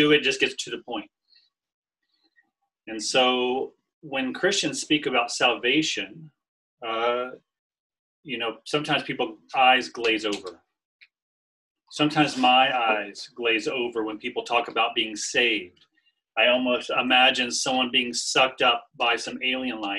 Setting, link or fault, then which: link, video call